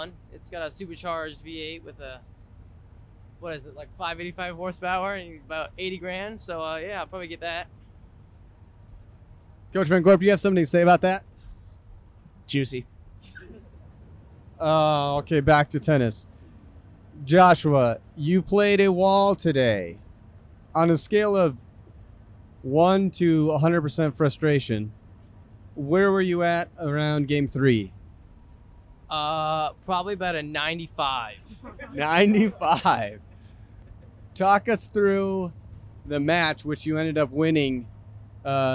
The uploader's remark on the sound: live on the bus ride home